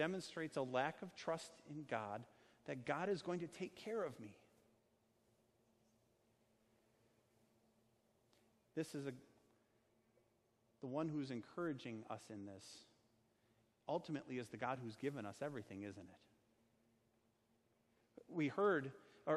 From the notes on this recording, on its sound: Sermon preached on Sunday, August 25, 2019, at Our Savior Lutheran Church in Birmingham, AL.